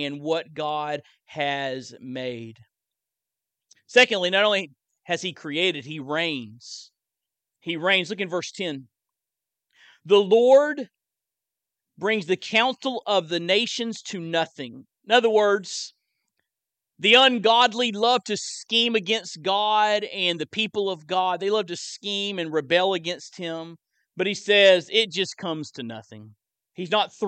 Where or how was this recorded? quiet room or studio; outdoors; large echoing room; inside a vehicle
large echoing room